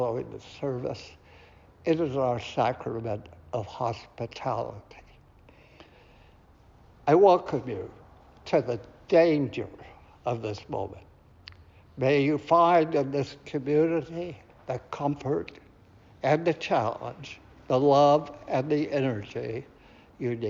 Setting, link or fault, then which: setting, large echoing room